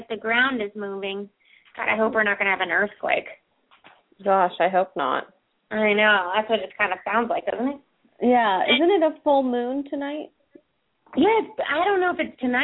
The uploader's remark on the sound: open up the lines for listeners to call